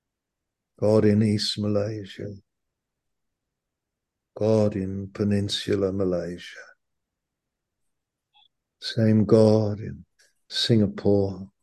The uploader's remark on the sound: Malaysia Meets (Zoom)